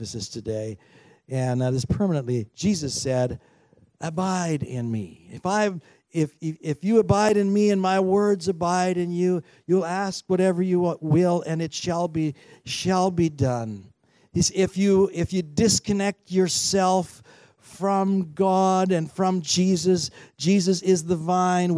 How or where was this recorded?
large echoing room